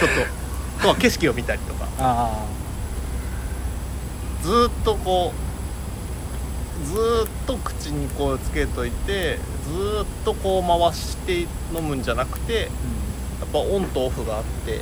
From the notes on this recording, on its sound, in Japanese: 屋上で収録した。外気と一緒。